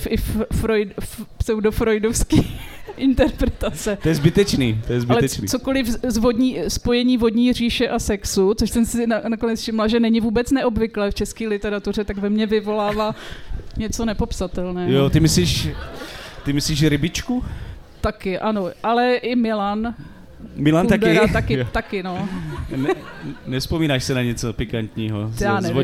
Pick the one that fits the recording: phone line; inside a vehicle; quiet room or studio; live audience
live audience